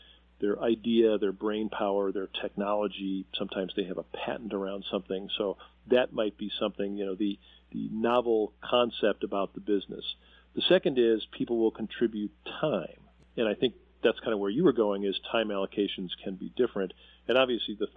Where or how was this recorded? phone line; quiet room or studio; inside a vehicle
phone line